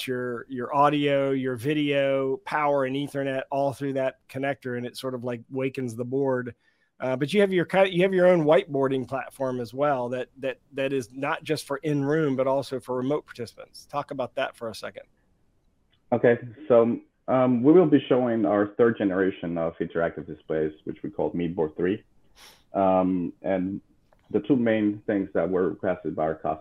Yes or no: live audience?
no